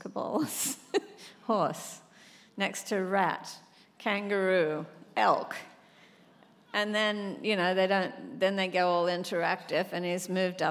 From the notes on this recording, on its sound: On stage at The Music Hall in Portsmouth. This conversation was recorded live.